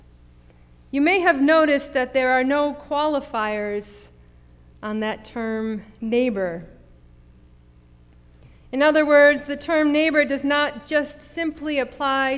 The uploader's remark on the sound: Sermon preached at RCHP on October 31, 2021.